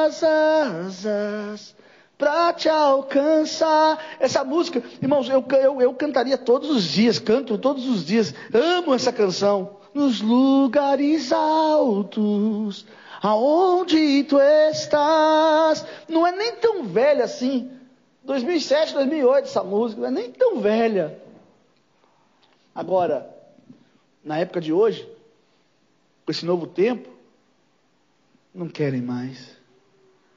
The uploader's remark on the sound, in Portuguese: Culto gravado em 06/09/2022 durante culto das causas impossíveis